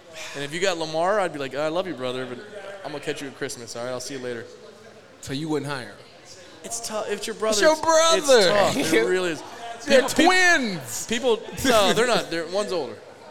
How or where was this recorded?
busy venue